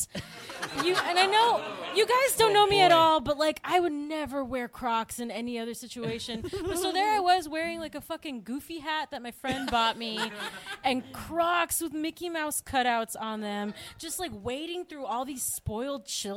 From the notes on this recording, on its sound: Recorded Live at Coldtown Theatre. Join us for a live episode at the Coldtown Theatre in Austin, TX!